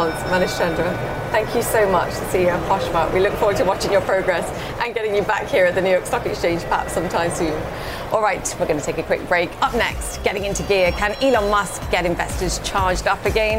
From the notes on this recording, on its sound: live from the New York Stock Exchange